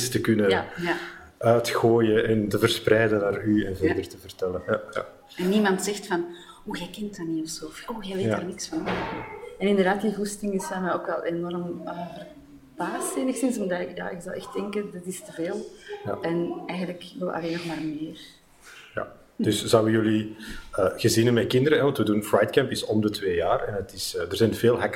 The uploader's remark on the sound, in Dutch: Werd opgenomen op Fri3d Camp 2016. Dat is een rasecht hackercamp, maar dan wel gezinsvriendelijk. Op de laatste dag van Fri3d Camp haalde ik twee newbies voor de microfoon.